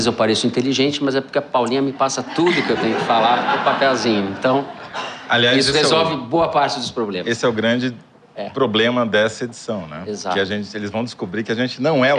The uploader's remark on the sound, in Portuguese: Ao vivo no Festival